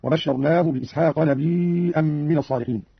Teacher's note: قوله تعالى: وبشرناه بإسحاق نبيا من الصالحين. همز قالون الياء وتصير عنده مدا متصلا يمد مقدار أربع حركات هكذا: وبشرناه بإسحاق نبيا من الصالحين.